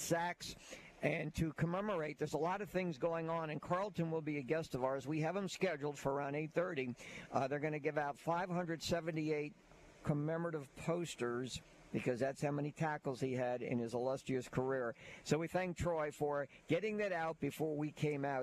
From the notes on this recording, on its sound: LIVE from McGill-Toolen for another edition of high school gameday!